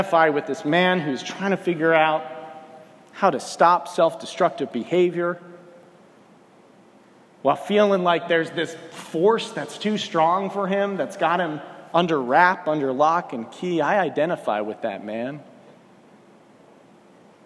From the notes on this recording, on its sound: This morning, I preached at First Baptist Church in Wilson, NC.